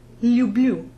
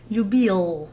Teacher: You'll often hear us foreigners saying lia, люблю, but that soft L just brings the tongue forward, люблю, as opposed to the back sound of the hard L